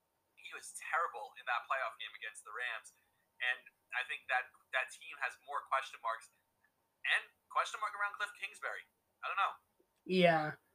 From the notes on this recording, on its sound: Srry for the cutouts the recording cut out multiple times during episode.